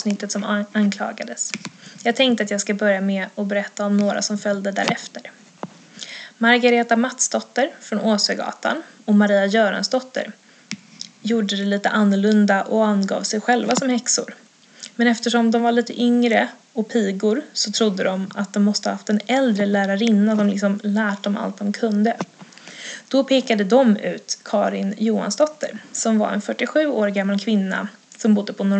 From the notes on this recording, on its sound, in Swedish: Ber om ursäkt för lite extra prassligt ljud i den här delen. Uppenbarligen jag som inte kan sitta still!